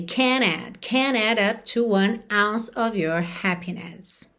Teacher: E você também vai reparar que esse can't não vai estar aí tão perceptível como negativa, porque a ligação vai ser no N. Can't add up to 1 ounce of your happiness.